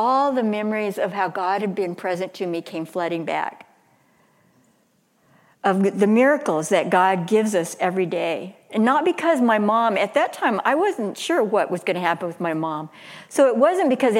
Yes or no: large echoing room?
yes